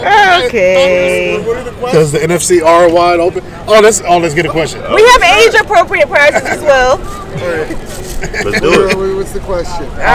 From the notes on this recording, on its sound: We're live from the Rose Bowl.